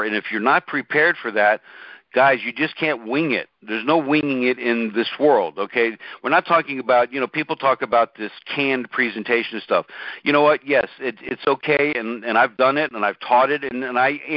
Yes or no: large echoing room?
no